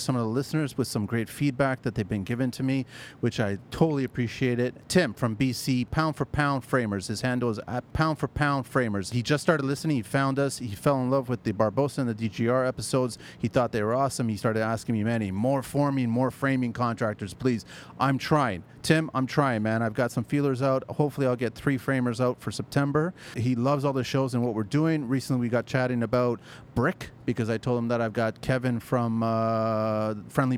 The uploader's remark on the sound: It’s quickly becoming the Speducci Studios for the TCL Podcast.